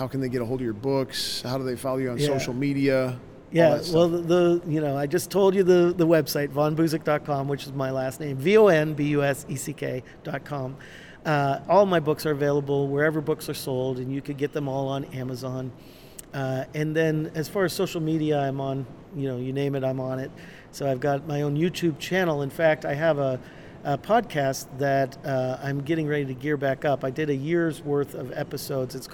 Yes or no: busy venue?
yes